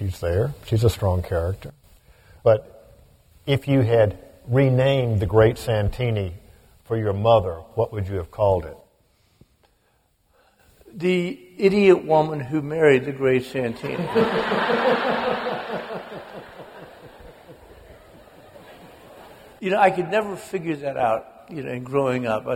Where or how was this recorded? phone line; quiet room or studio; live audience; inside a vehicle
live audience